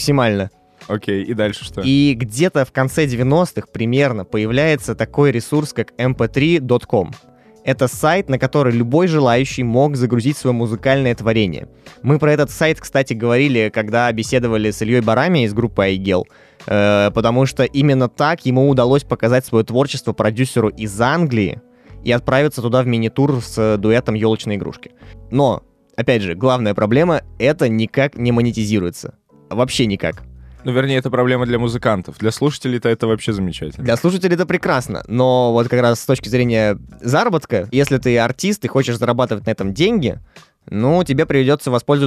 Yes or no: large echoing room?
no